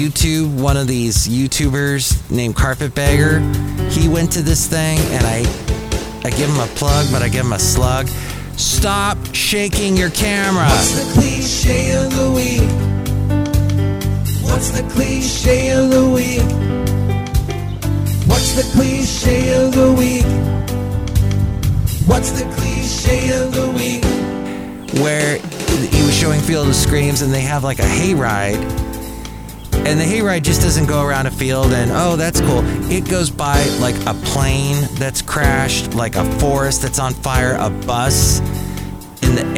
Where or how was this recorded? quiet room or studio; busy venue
busy venue